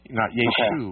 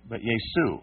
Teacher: because the Greek language doesn't have a SH sound · Shown in: second take